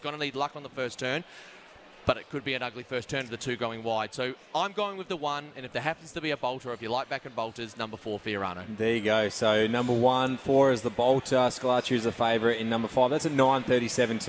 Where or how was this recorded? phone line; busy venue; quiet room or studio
busy venue